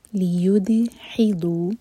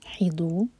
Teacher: ضاد زبان کے سائڈ سے